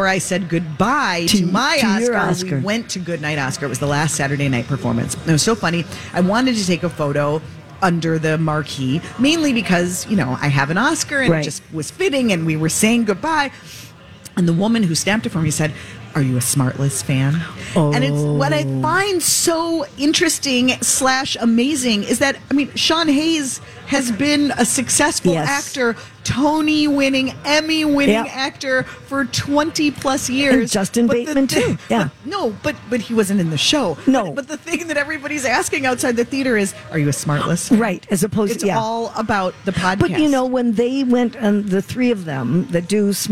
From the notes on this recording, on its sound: LIVE at the State Fair! Live from the Minnesota State Fair!